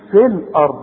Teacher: انما دلوقتي نقول في الارض وكأن الياء غير موجودة